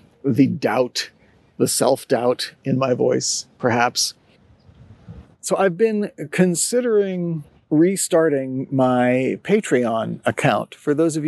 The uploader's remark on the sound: It’s also an episode created amongst community, of a sort: I recorded it walking through, and sitting in, a neighborhood park. I continue experimenting with different tools and methods to make recording Sonitotum frictionless while still creating audio that’s kind to your ears.